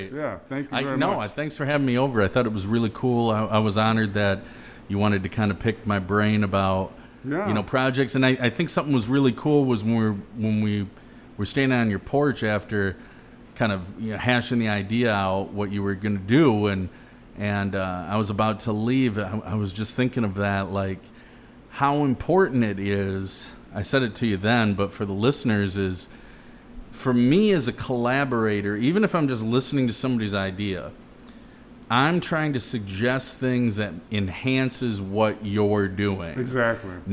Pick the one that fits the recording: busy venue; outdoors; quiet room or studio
busy venue